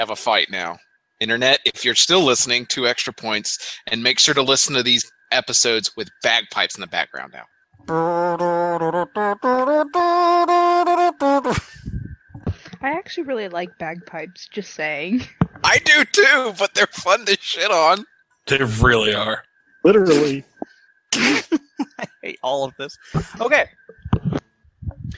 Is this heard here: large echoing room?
no